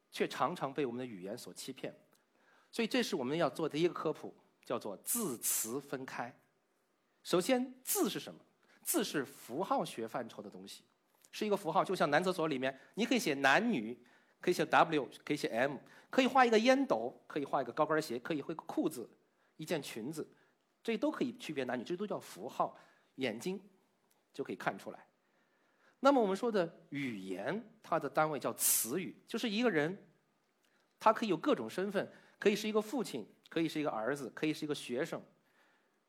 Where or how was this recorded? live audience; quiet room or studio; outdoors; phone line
live audience